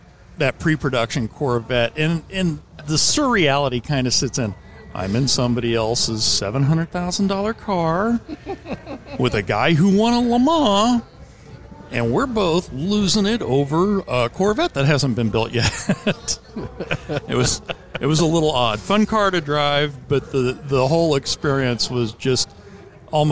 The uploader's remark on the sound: Live at Mecum Kansas City